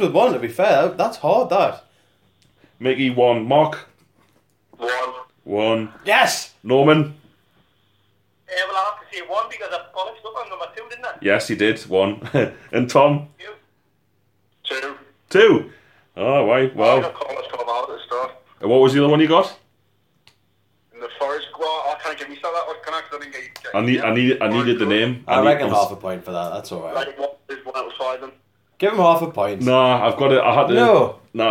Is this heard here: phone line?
yes